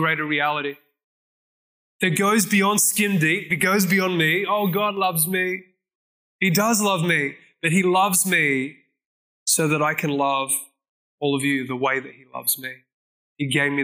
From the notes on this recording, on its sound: This message was recorded at Zion Church Gold Coast on Sunday 18th September 2022.